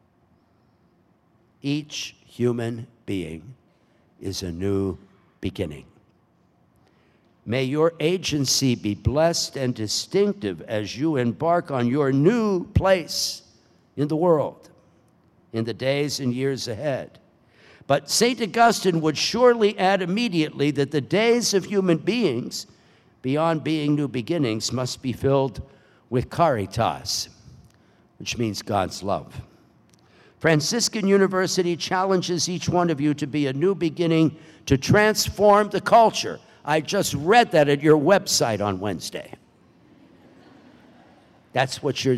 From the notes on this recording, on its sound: Delivers the homily at the Baccalaureate Mass, celebrating the 66th Commencement Exercises at Franciscan University of Steubenville.